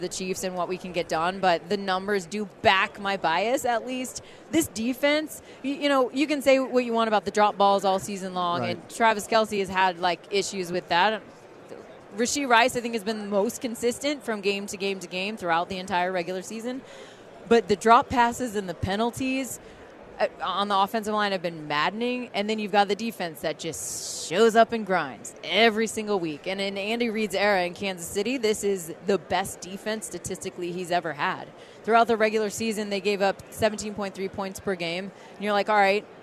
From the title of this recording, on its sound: live from Super Bowl Radio Row